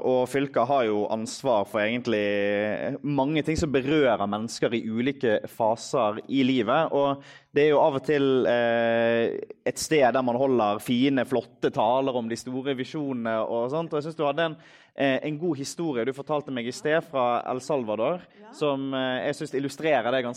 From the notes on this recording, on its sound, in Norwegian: I dagens episode sender vi live fra SVs kandidatsamling tidligere i sommer.